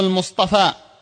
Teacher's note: فقلبوا التاء طاء علشان تلائم مع تفخيم الصاد